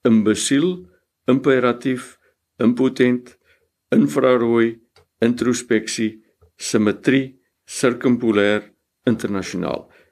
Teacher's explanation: In al daardie gevalle word die i wat ons skryf word deur 'n schwa gegee in die uitspraak